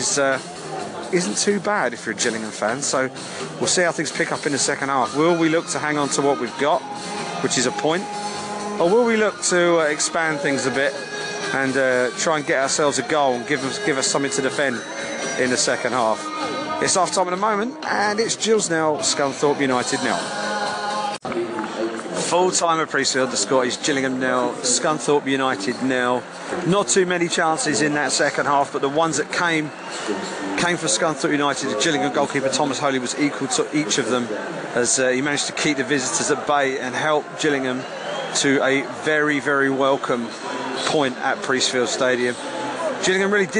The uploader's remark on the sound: Block C. Matchday podcast recorded from the stands at the goalless draw between Gillingham and Scunthorpe United.